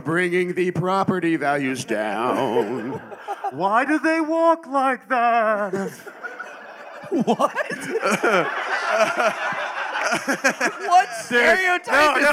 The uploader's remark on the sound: LIVE from Skankfest Vegas 2023